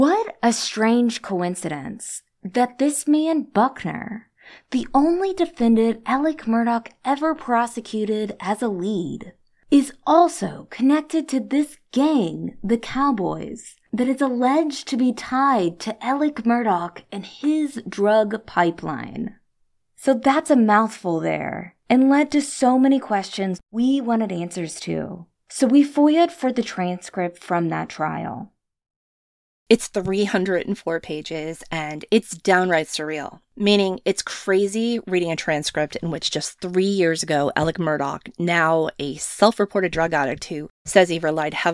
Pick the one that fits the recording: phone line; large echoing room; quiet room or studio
quiet room or studio